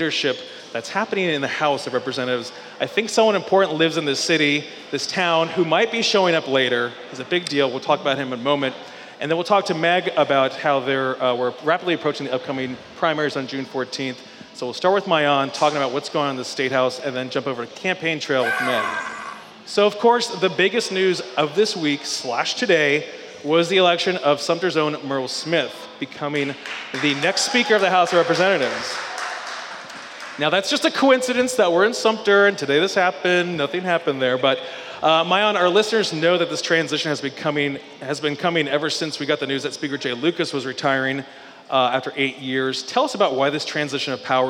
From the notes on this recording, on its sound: Live from Sumter Original Brewery